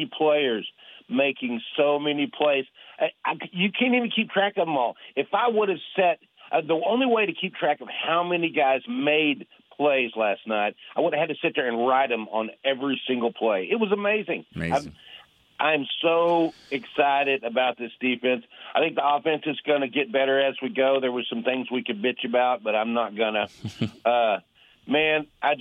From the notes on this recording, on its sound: The phone lines lit up with fans chomping at the bit to discuss this shutout win.